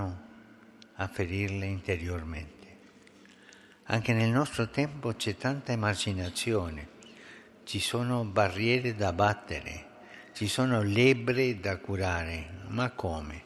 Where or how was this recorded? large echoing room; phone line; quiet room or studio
large echoing room